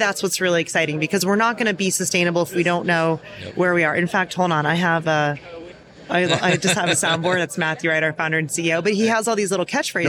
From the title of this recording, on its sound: LIVE at Pack Expo